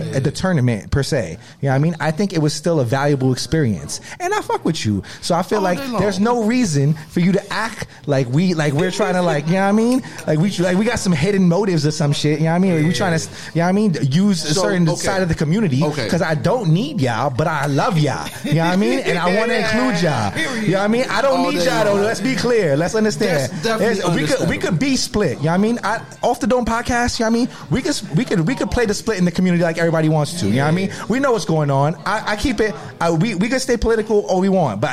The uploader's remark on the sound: Live At Burdeens. A live adventure straight from Burdeens Chicago.